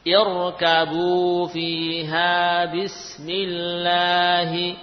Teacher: ra sukun sebelumnya kasrah yang dibaca tebal karena kasrahnya tidak asli